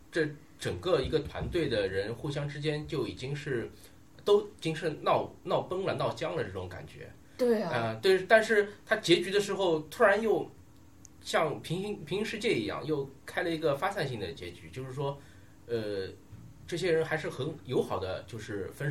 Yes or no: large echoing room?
no